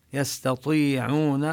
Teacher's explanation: ونمد هذه الياء نمدها مدا طبيعيا